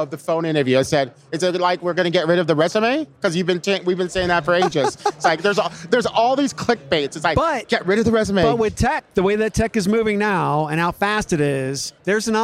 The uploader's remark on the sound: Live from UNLEASH America in the Workhuman booth